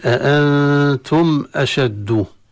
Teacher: الميم انتهت بها الكلمة تظهر عند الهمزة إظهارا لا غنة فيها